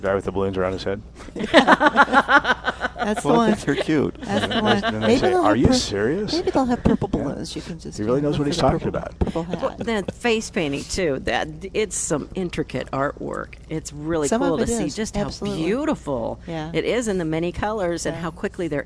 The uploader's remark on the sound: Plant Experts Live at Prairie Gardens